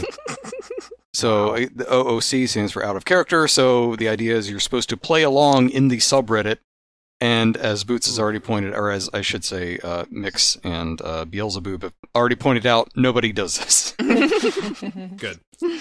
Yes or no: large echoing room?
no